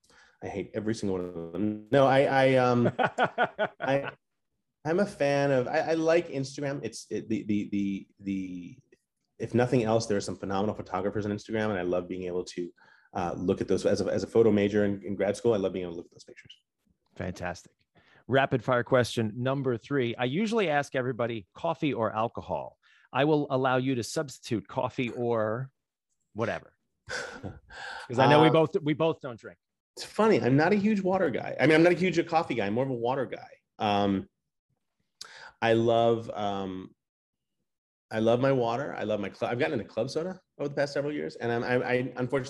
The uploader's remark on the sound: We sat down (virtually)